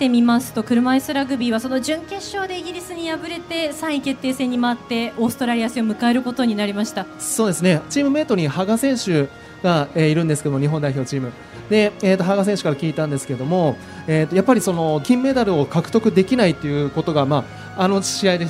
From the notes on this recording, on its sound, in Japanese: 8月20日に東京・駒沢オリンピック公園中央広場で行われました当番組の公開収録の模様です。